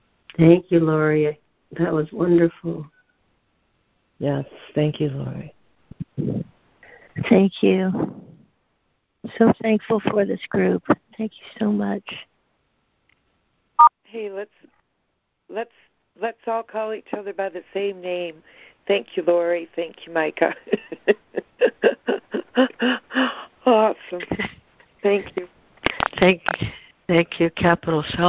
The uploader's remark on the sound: ACIM Daily Conference Call